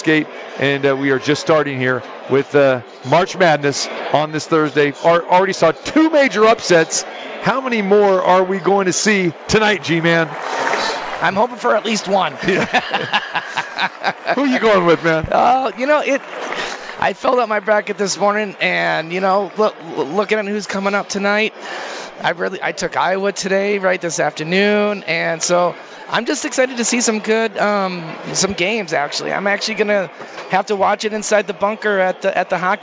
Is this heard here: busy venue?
yes